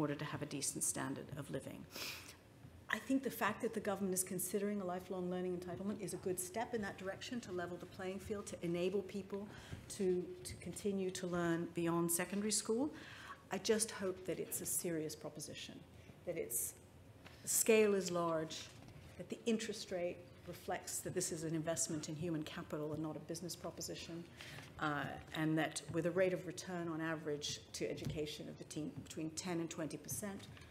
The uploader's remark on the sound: Session 1 at The Economy 2030 Inquiry conference.